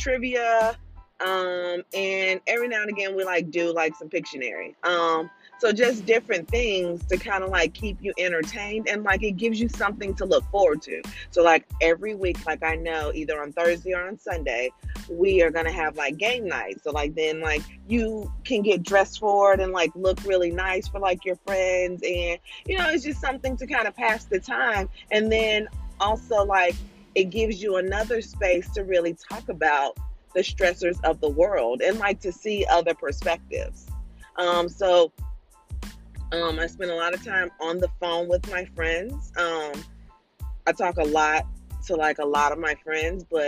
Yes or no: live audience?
no